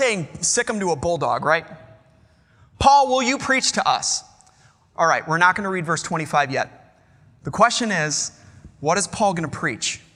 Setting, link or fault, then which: setting, large echoing room